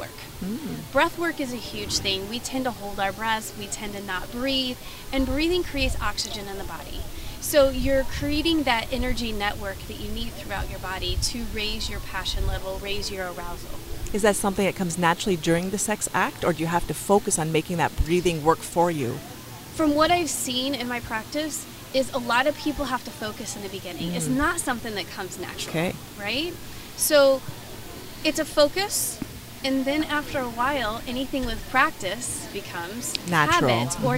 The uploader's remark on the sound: on location at The Lux Social Club in Chicago